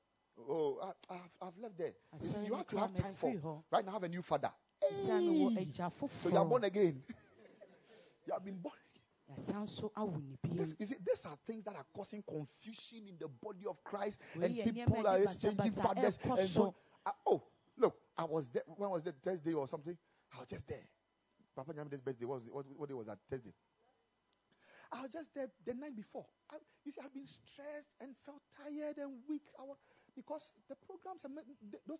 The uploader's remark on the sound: Preached at the Ekklesia Campus.